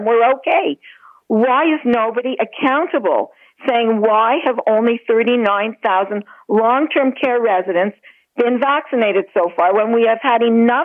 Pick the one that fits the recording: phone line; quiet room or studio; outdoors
phone line